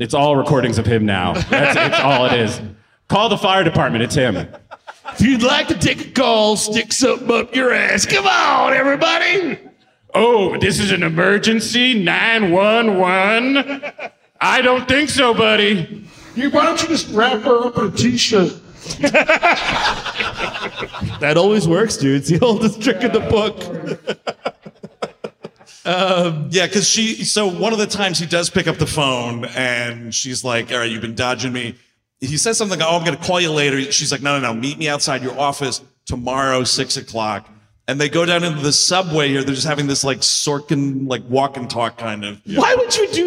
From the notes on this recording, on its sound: Live in SLC. At Wiseguys in Salt Lake City, UT.